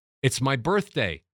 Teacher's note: Going up instead of going down at commas and period. · Term: Go up